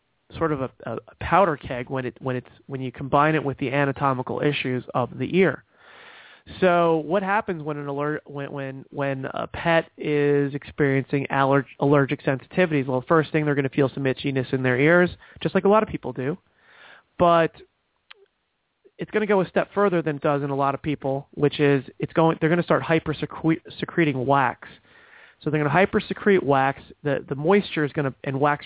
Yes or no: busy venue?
no